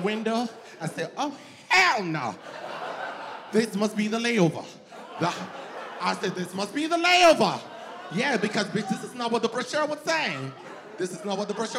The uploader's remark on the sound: In her debut standup show. Unexpected audience interactions.